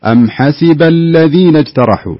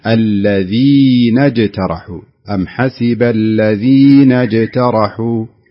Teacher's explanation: لاحظ الياء لابد نثبتها ونتمم الحركة فيها ولا يكون هناك شيء من الاختلاس · Shown in: second take · يعني ما نقول أم حسب الذين اجترحوا، لا هذا اختلاس، لابد نتمم الحرف كاملا نخرجه المخرج الكامل الذين اجترحوا، أم حسب الذين اجترحوا. · Term: إتمام الحرف